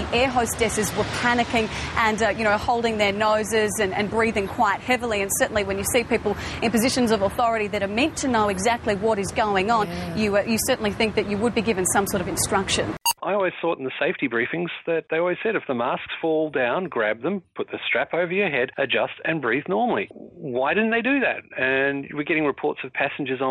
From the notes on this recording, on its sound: he's out flying hot air balloons but he's still able to call